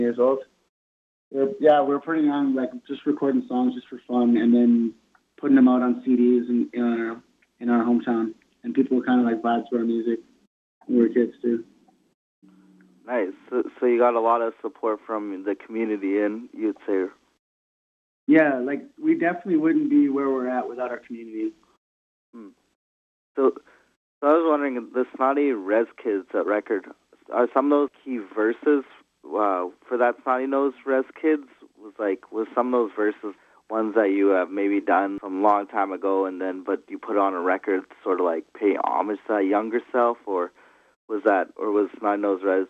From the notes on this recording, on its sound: does a phone interview